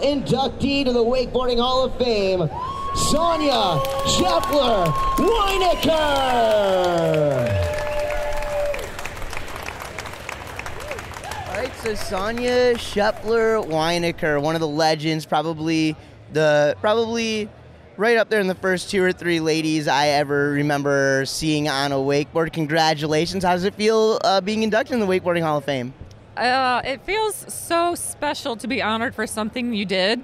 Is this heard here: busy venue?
yes